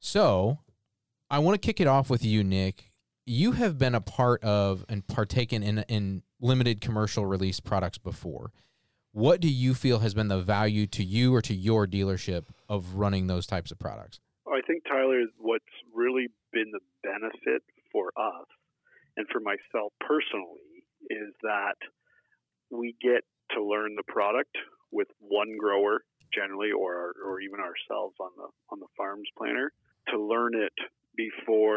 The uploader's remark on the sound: Joined in the studio by phone. From Canada.